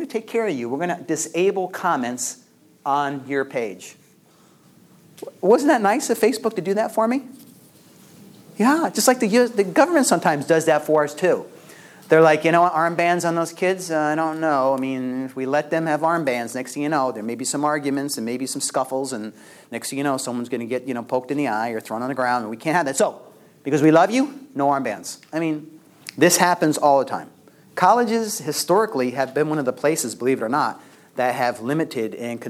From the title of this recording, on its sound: LECTURE ADUIO